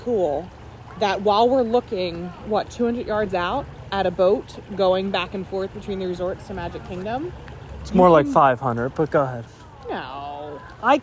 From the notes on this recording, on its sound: We do a walk and talk at Disney’s Wilderness Lodge.